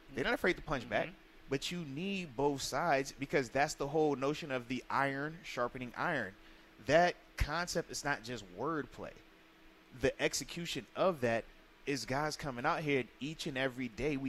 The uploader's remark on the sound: Live from Steelers Camp Day 4.